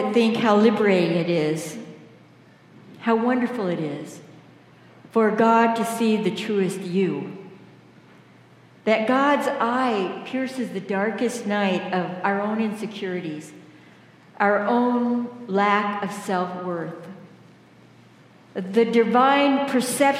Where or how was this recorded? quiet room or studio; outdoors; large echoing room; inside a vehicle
large echoing room